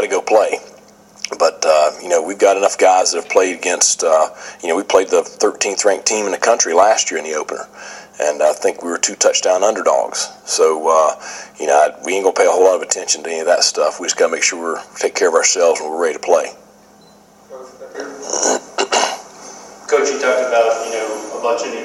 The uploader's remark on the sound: Spoke with the news media at ECU’s Media Day. In Greenville, NC.